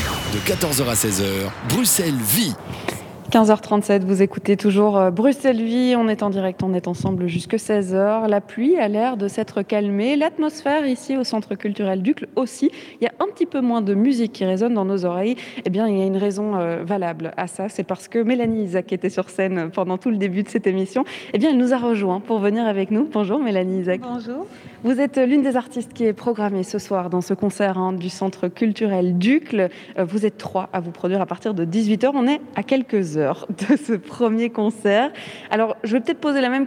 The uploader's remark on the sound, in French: Bruxelles vit ! – Depuis le festival Francofaune.